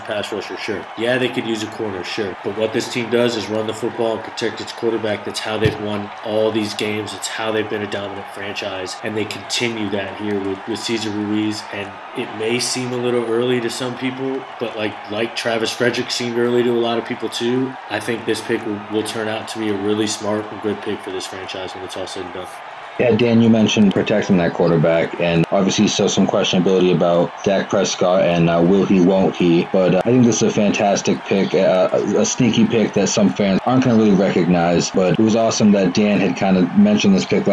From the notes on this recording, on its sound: FBAS Mock NFL Draft 2020. Coming to you live from the draft.